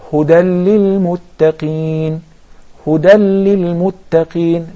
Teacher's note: But if we connect it back to plan A, which is the tanween, Huda lil-muttaqeen, Huda lil-muttaqeen. There is idgham, but without gunna, because the tanween is followed by the letter lam.